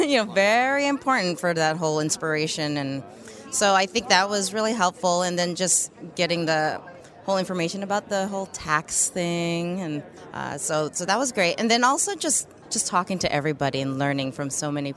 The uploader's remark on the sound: LIVE from V.O.I.C.E. 2012 in Anaheim, CA